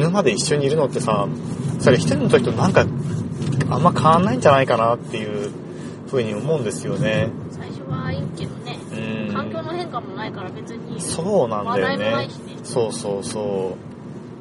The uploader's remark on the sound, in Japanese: 映画「パッセンジャー」を観に行った帰り道での収録です。